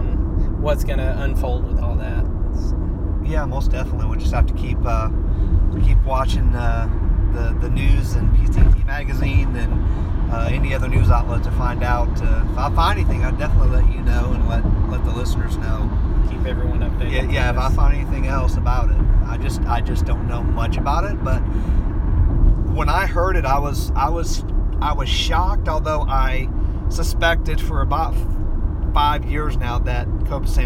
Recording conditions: inside a vehicle